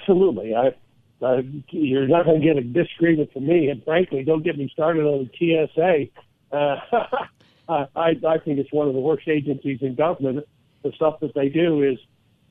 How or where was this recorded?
phone line